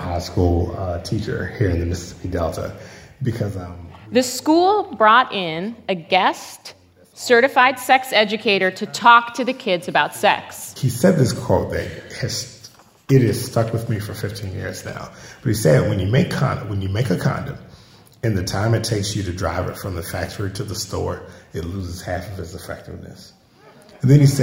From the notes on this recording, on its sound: An edited down version of a Gonads Live show. Recording of a live event hosted by Radiolab at the Skirball Center in New York City on May 16, 2018. Live music, including the sex ed questions, and the Gonads theme song.